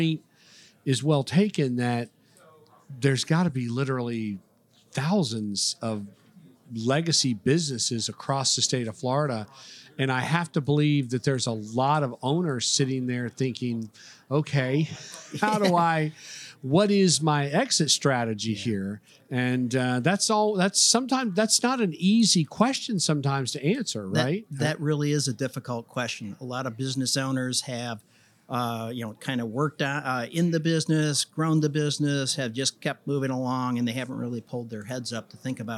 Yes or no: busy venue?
yes